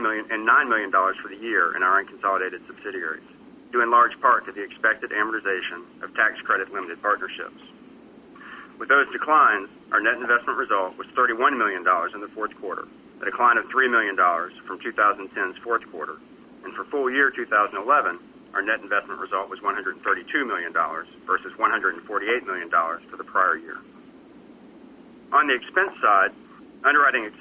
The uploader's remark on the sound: ProAssurance Earnings Conference Call, Fourth Quarter 2011.